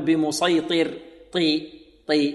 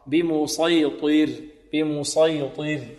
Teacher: الطاء وإن كانت مكسورة في أقل مراتب تفخيم ولكنها ماذا مستعلية مطبقة · Shown in: second take